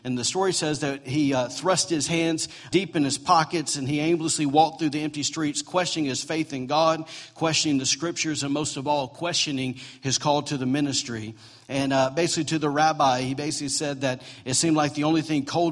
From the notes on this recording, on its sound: recorded on Sunday, November 19, 2017, during morning service at Celebration Life Family Church